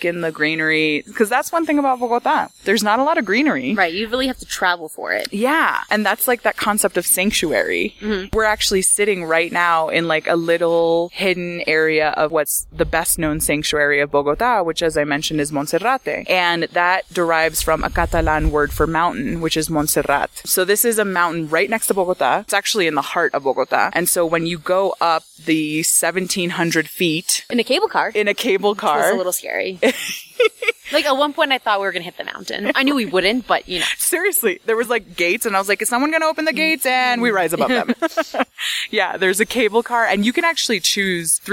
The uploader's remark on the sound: they record this episode on top of a mountain in Bogota